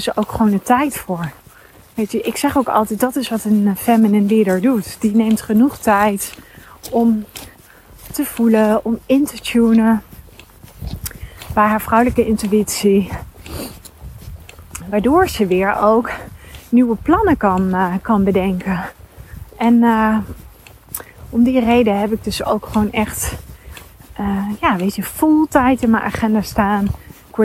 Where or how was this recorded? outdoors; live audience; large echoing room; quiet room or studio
outdoors